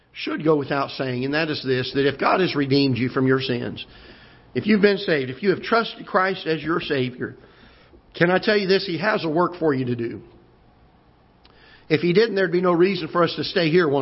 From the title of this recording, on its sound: Ketha Heights Baptist Church ~ Live Broadcast